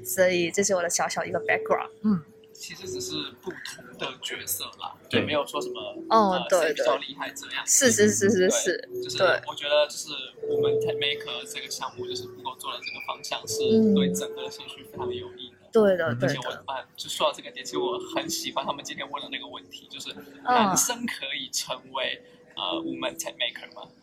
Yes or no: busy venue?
yes